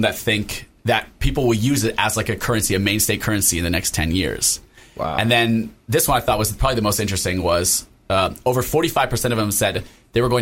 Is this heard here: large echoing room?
no